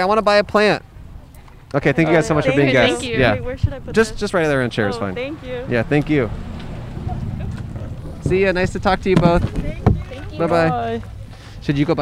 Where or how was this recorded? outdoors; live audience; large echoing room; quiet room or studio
outdoors